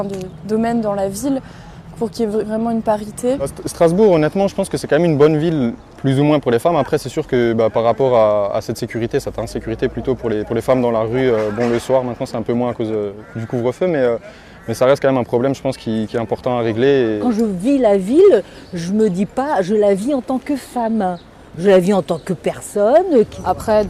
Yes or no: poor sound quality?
no